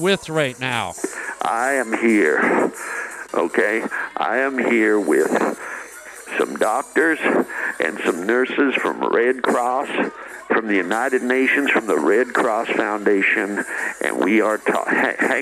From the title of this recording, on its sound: calls the show